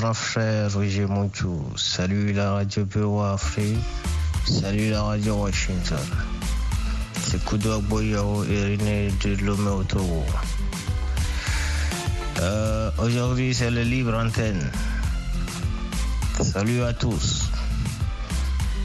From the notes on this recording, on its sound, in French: Laisse la parole aux auditeurs et auditrices pour partager et débattre des sujets socio-culturels. Cette émission est interactive par téléphone.